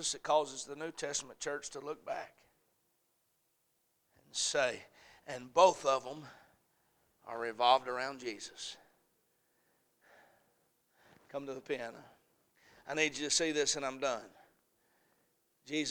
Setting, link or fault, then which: setting, large echoing room